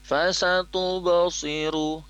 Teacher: Shad di sini kasrahnya itu tebal. Si, tidak si, tidak fasatu basiru, tapi fasatu basiru karena ada sin dan sod di situ, itu sod itu termasuk huruf tebal ya.